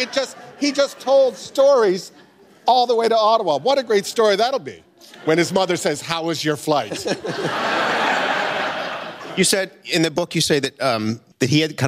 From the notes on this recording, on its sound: At a live event in Toronto’s Glenn Gould Studio